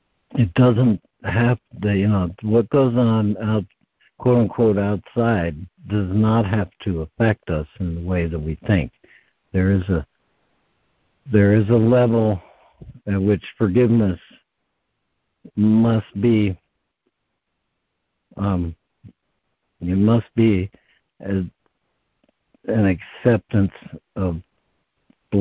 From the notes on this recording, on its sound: ACIM Daily Conference Call